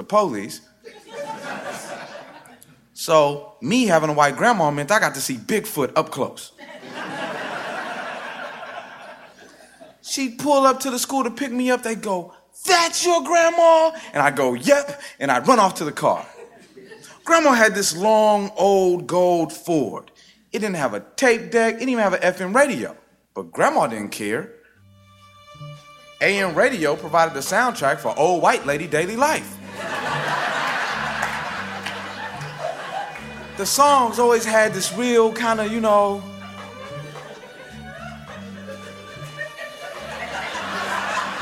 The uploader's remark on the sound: Snap Judgment stage. Performed at Snap LIVE.